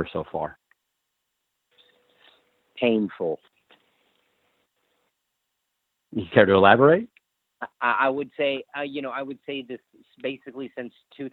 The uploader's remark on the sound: the full audio from the May 10, 2018 Impact Wrestling media call